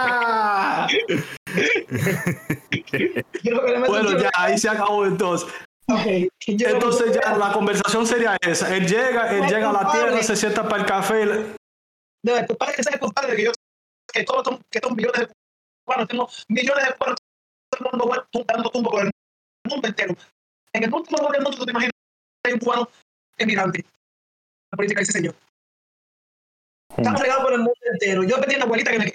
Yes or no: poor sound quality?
yes